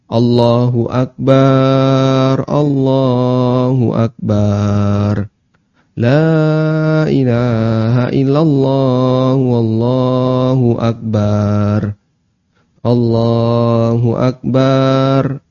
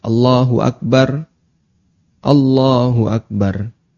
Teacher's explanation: ketika kita membaca takbir tiba-tiba baknya dipanjangkan · Shown in: first take